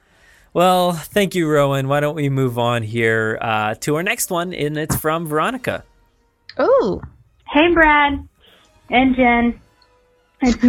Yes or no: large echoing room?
no